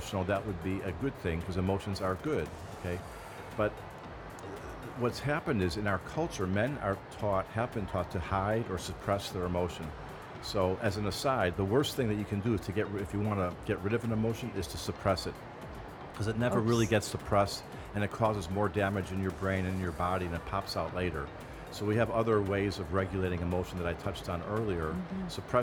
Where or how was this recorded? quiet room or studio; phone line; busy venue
busy venue